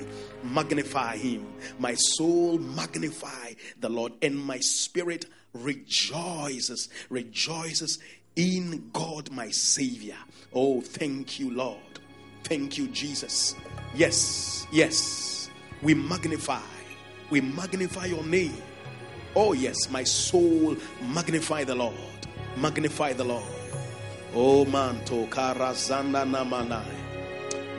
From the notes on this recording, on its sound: Preached at The FLOW Church Service, First Love Center. Accra.